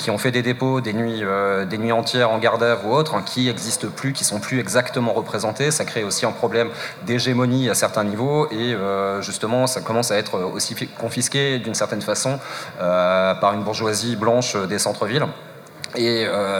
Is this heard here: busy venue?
yes